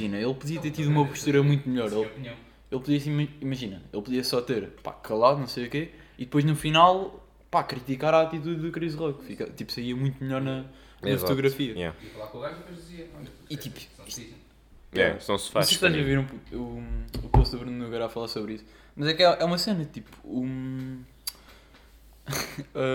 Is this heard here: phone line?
no